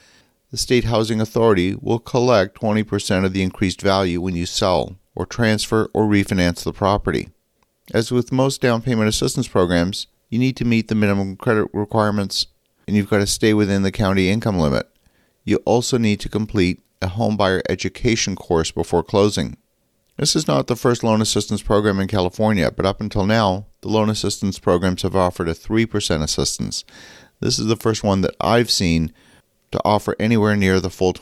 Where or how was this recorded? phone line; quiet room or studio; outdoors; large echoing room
quiet room or studio